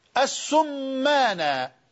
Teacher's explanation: لكنه بضم السين المشددة وضم الميم